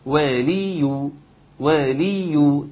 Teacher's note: وليو ثلاث حركات مختلفات، الواو المفتوح اللام المكسورة الياء المضمومة